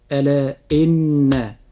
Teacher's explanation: أن مقدار الغنة في نطقنا لحرف النون في حرف إن، مقدار هذه الغنة حركتان